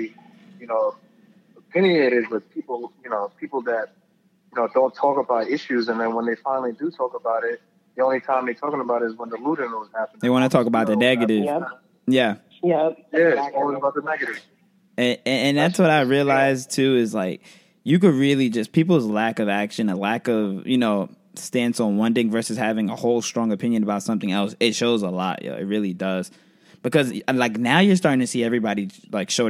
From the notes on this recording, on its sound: on the phone line